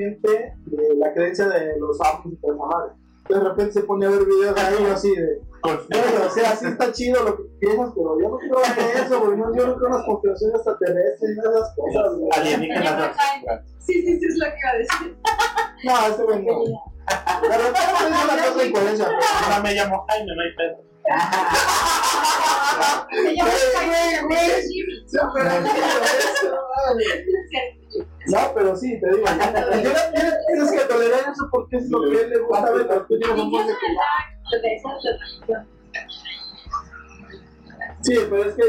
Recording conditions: poor microphone